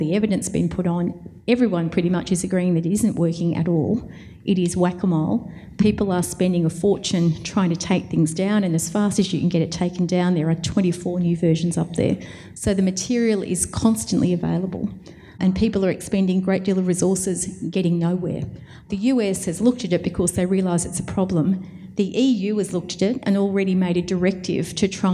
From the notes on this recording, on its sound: This panel was recorded at AIR’s Indie-Con in Australia.